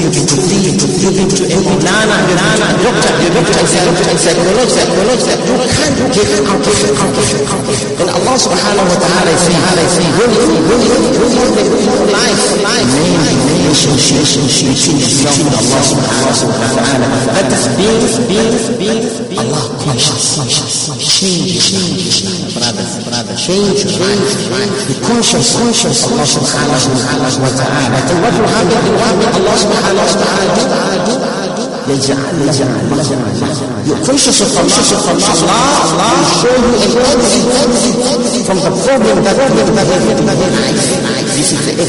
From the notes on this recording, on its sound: Jumuah lecture at Masjidun Nasr